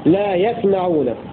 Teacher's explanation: وقرأ الباقون بسكون السين وتخفيف الميم